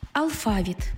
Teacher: Наголос у слові «алфавіт» на другому складі основний у нашій мові